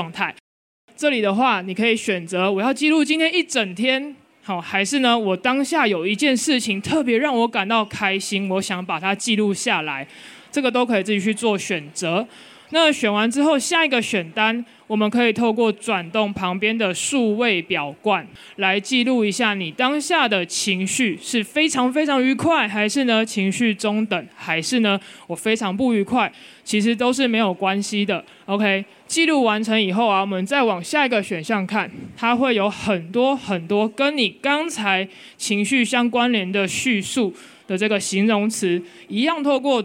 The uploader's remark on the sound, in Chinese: 本集節目為12/2我在Today at Apple的講座活動錄音